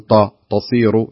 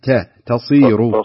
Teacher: كذلك التاء انتبه لها ونخرجها تاء وليست ولا تأثر بالصاد · Shown in: second take · فنقول طا تصير، لا تاء تصير بالضبط.